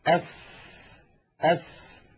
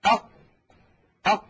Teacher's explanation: وتستطيع أخي المشاهد في البيت أن تجرب بأن تضع يدك هكذا أمام فمك، أف أف، فتجد بأن هناك هواء يتدفق مع خروج الفاء · Shown in: first take